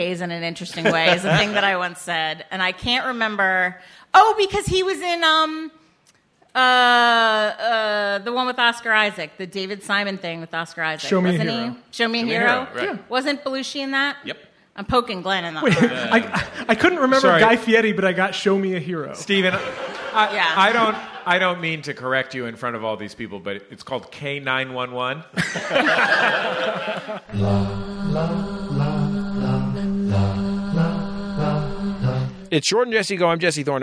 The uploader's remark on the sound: Live from Washington, D.C. Austin, Texas.